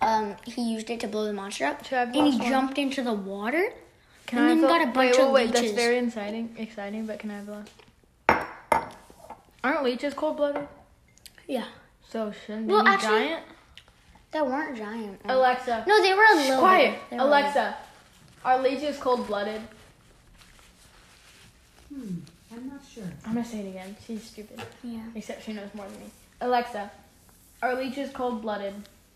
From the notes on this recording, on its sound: I go from holding the phone in my room to walking outside with the phone really close to my mouse to like passing it back-and-forth between me and my brother so the volume kind of fluctuates.